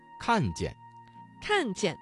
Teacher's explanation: 知道吗？看见这个见字应该怎样读？想一想。好，不怕这个词当中的不字在四声前要变成二声，不怕。不怕。好，看见这个词中的见读成了轻声